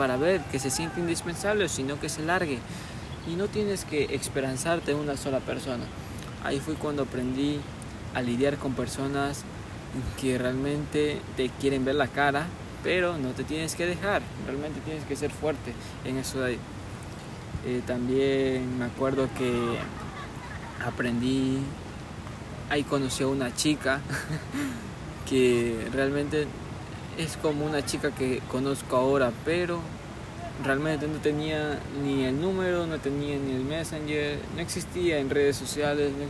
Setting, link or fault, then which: setting, outdoors